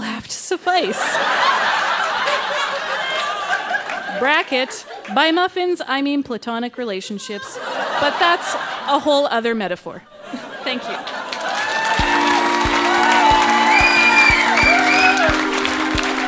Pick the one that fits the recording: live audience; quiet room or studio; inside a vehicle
live audience